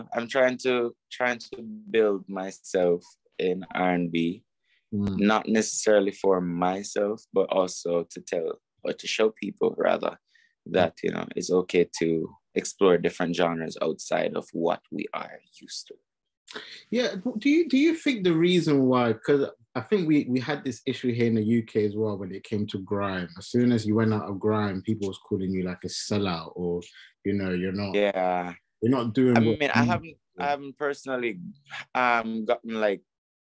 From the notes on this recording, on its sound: on Zoom to discuss his new single and more